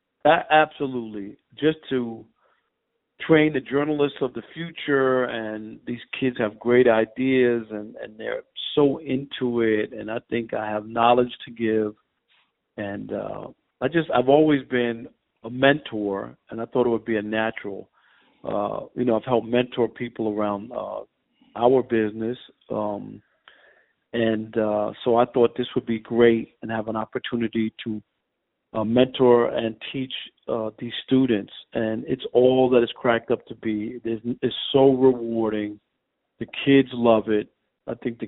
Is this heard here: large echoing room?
no